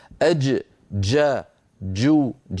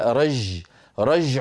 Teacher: ليست جيما رخوة كما يعتاد الناس في بعض العاميات المعاصرة أن يفعلوا · Shown in: first take · Term: الجيم الفصيحة العربية